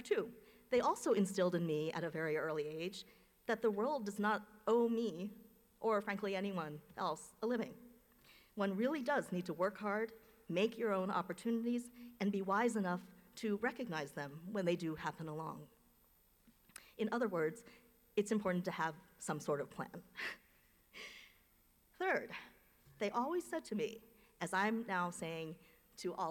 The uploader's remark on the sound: delivered remarks at UVA Law’s 2023 commencement ceremony